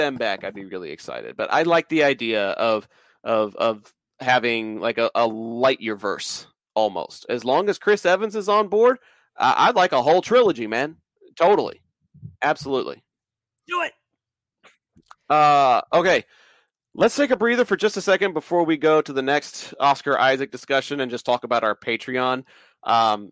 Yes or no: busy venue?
no